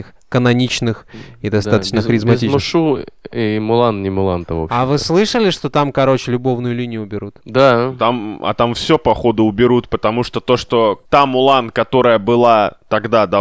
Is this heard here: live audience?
no